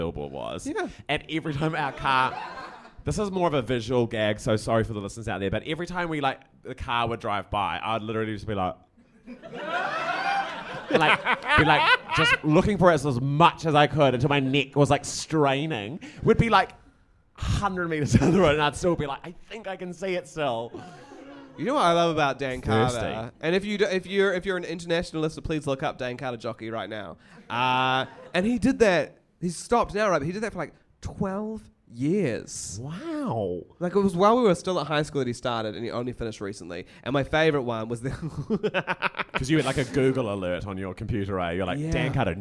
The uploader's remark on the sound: Taped in front of a live studio audience